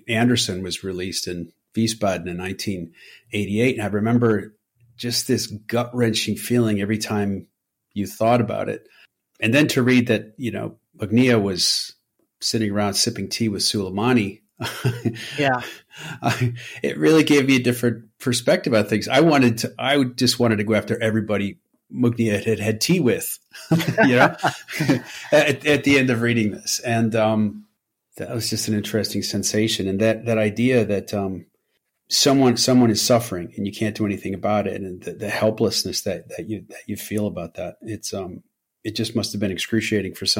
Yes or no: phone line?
no